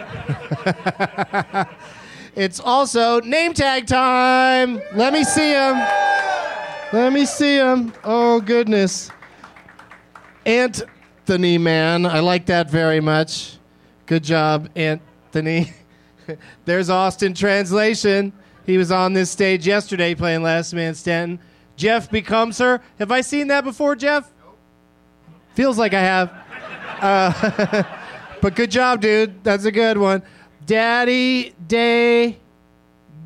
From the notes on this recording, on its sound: Live from Zanies Comedy Club in Rosemont.